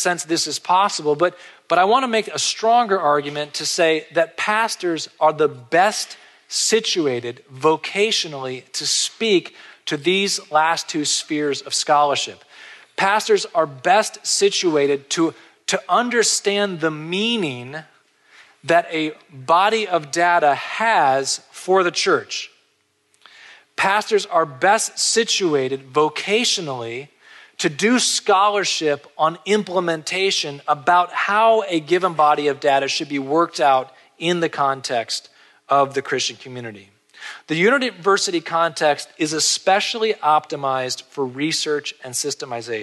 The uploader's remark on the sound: This episode features a conference lecture